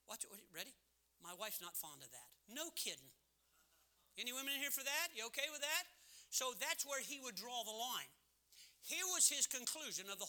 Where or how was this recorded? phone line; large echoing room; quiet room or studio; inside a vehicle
large echoing room